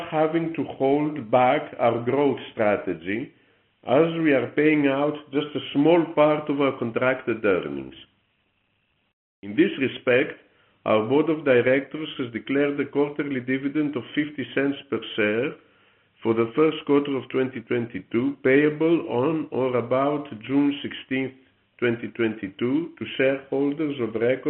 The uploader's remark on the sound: Q1 2022 Earnings Conference Call. Capital Link C-Suite Shipping Market Updates.